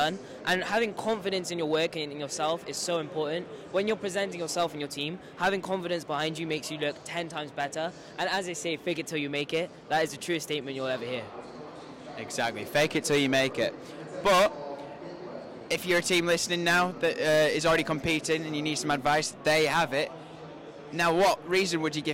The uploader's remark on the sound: recorded directly from the Lenovo F1 in Schools UK National Final 2022 at Autosport International